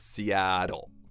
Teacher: you might notice there that there are two T's in that word, and no native speaker is going to pronounce either of them.